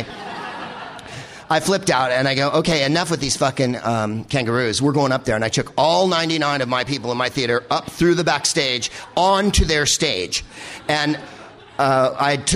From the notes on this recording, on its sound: Live from the Gilded Balloon in Edinburgh